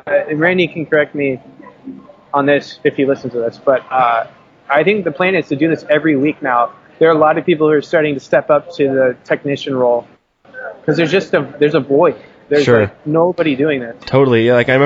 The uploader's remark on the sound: Pardon the audio quality on this one. Who is sitting in a rustling café in the middle of Seattle WA.